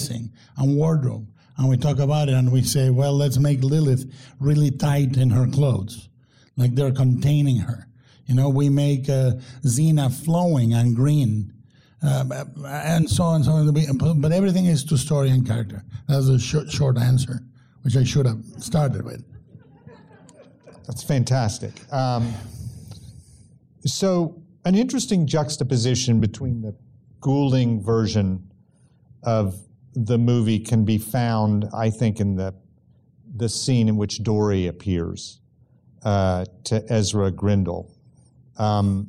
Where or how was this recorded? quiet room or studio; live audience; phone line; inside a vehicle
live audience